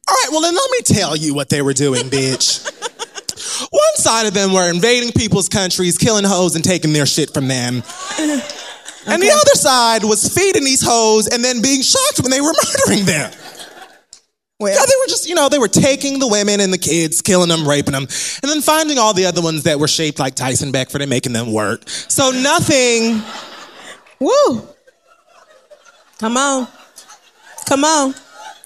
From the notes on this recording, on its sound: The Read Live From London